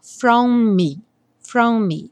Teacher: No From Me, é só lembrar que os dois M's vão soar um só